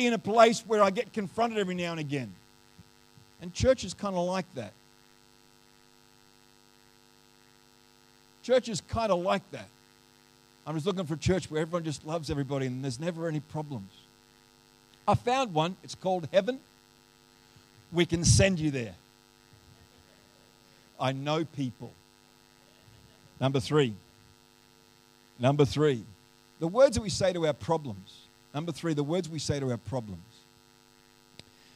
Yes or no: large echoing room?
yes